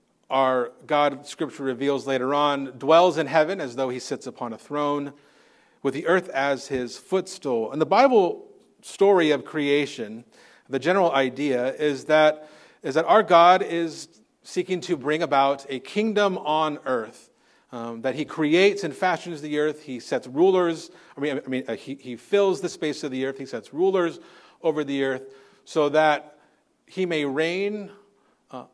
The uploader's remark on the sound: Recorded on Sunday, February 18th, 2024 at Living Hope Orthodox Presbyterian Church (OPC) in Cerritos, CA.